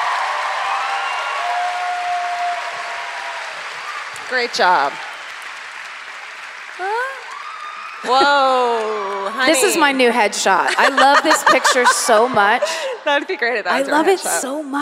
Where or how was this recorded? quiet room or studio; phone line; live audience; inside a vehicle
live audience